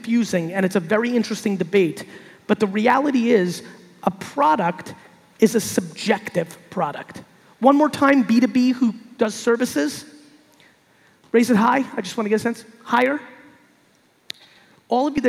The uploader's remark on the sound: RD Summit 2019. A keynote that I gave at the RD Summit in Brazil.